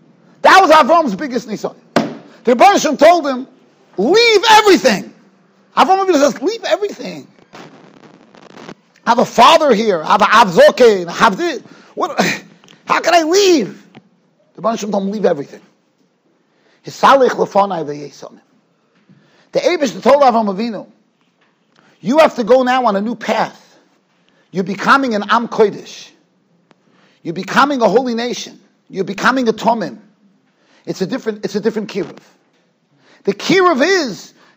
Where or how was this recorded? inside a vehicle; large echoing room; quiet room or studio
large echoing room